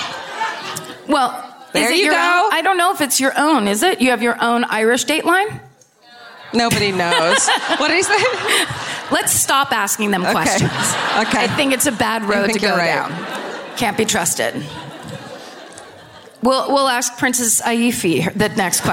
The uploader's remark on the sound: Live at Vicar Street in Dublin